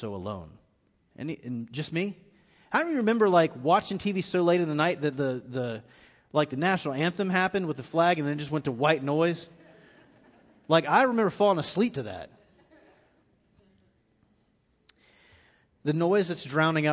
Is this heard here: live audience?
yes